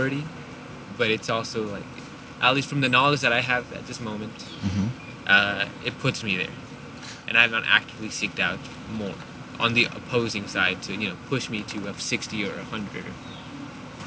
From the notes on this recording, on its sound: Location: San Antonio, Texas. Recorded w/Go-Pro.